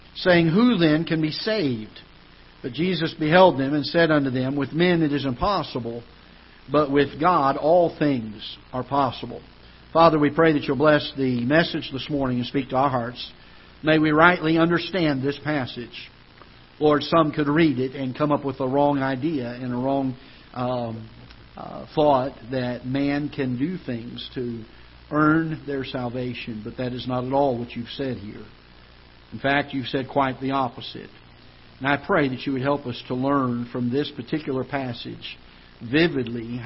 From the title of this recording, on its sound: Ketha Heights Baptist Church ~ Live Broadcast